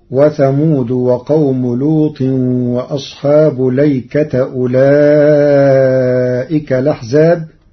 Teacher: قرأ ورش كلمة الأيكة بلام مفتوحة بدون همز قبل اللام وبعدها ونصب التاء. فتصير: وثمود وقوم لوط وأصحاب ليكة أولئك الأحزاب.